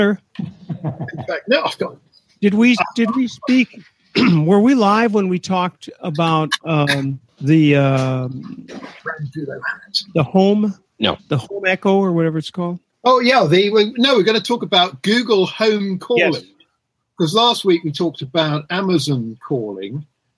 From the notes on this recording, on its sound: Using Jitsi Meet, we gather a few friends